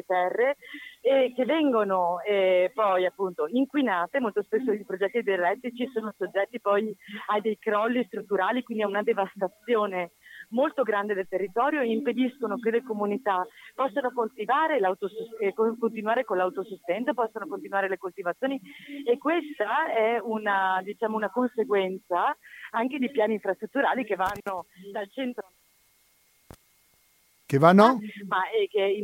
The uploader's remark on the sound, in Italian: Al telefono